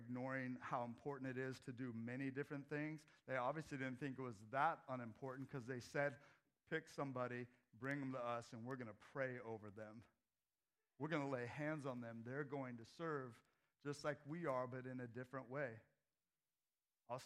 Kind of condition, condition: setting, large echoing room